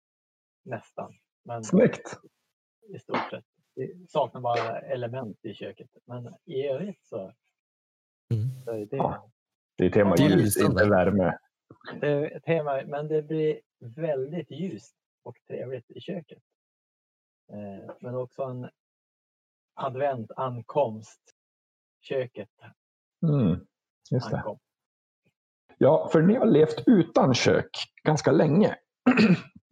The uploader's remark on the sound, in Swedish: På distans över discord. Vi ber om överseende med ljudkvaliteten.